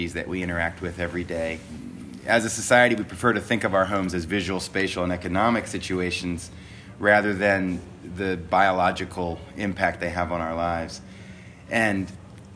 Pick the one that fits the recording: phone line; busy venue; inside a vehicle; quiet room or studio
busy venue